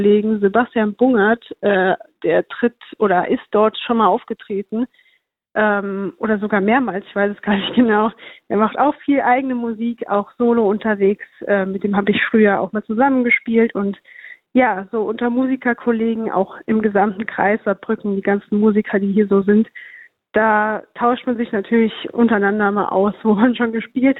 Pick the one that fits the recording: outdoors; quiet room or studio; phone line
phone line